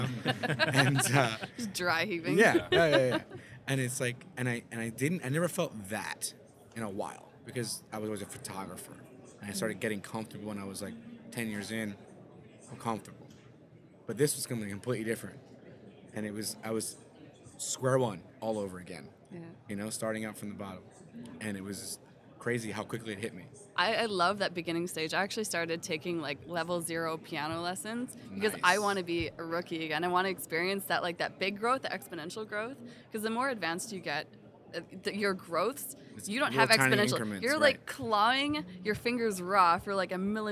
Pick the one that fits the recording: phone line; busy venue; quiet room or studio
busy venue